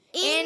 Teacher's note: ہے، یاد رکھنا ہے، میم مشدد ہو یا نون مشدد ہو، تو یہاں پر نون کی زبر کو کھینچنا نہیں، مگر غنہ کریں گے